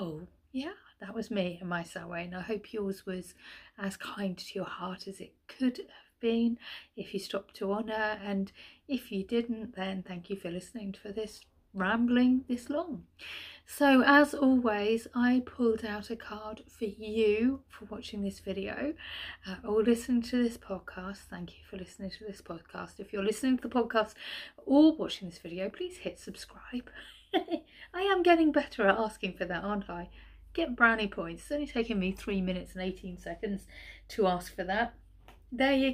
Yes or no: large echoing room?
no